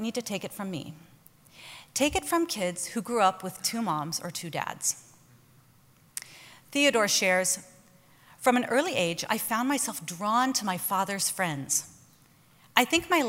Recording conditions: live audience